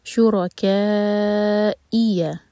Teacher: مد متصل چار حرکہ لمبا، اس کے بعد حمزہ پر کٹ آف ساؤنڈ کے ساتھ پڑھا جائے گا